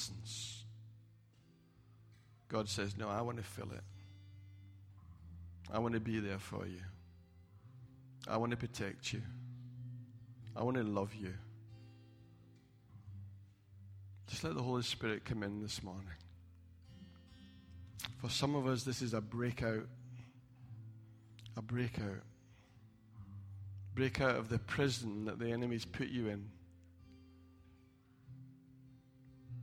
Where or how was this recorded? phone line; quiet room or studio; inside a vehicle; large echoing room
large echoing room